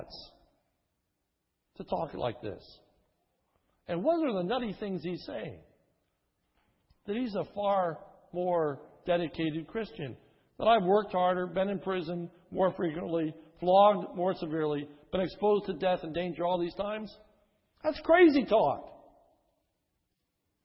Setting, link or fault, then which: setting, large echoing room